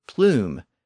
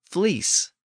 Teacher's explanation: And this is another example of the P to F sound change identified by Jacob Grimm. Plume comes from French and Latin with its original Indo-European P sound, and fleece comes from Old English with its Germanic F sound.